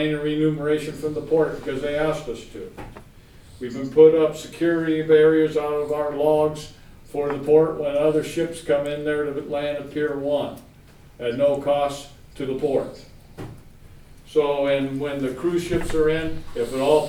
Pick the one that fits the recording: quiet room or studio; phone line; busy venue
busy venue